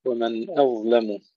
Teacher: ننتبه إلى ترقيق الهمزة وترقيق اللام في غير رواية ورش. ومن أظلم، وبينهما الضاء مفخمة.